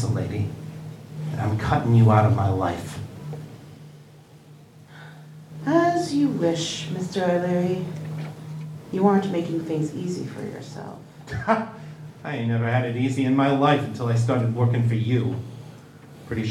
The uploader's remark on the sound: LIVE at Balticon 51